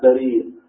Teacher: مكسورة وبعدها ياء ساكنة ممدودة بريء ثم همزة